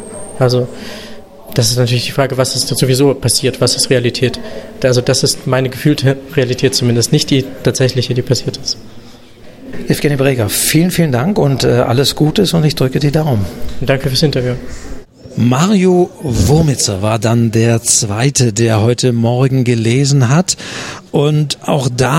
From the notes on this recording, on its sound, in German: Nach der Podcast-Aufnahme im Hinterhof des ORF. Beim Bachmannpreis 2023.